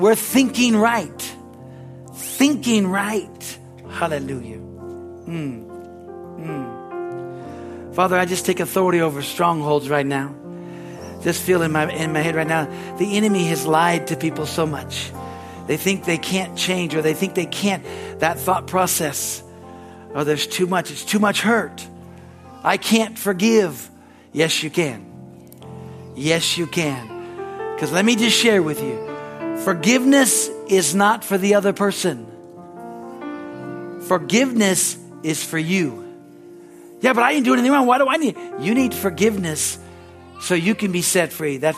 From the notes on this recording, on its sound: At Harvest Bible Church in Stockton, CA.